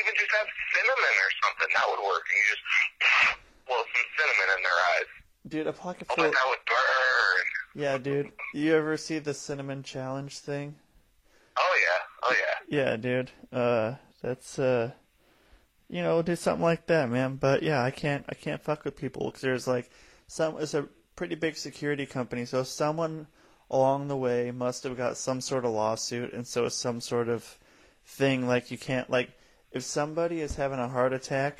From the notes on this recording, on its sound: This is a call in from Spokane Washington